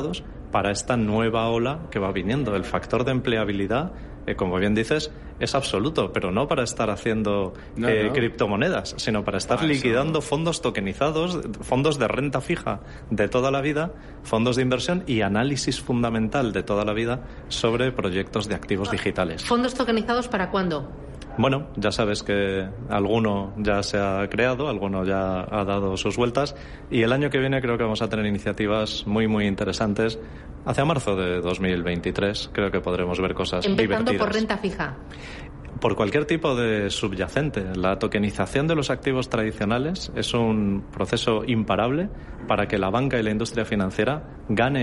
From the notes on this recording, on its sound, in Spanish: Ha participado en el programa especial de Radio Intereconomía, en directo desde el BELOBABA Tour.